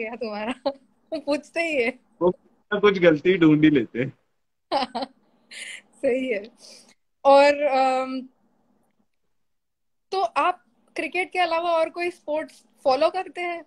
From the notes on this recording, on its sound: IDCF Special Instagram Live